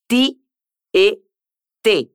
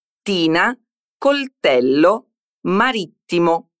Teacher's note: alla T, che in italiano è sempre dentale, quindi diciamo T e te come in tina, coltello, marittimo.